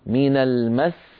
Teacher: طالب القيسي وغيره رحمهم الله أجمعين، باب الوقف على المشدد. إذن نضغط قليلا حتى ننبه السامع أن هذا الحرف الذي وقفت عليه مفردا هو في الحقيقة لو وصلت هو حرفان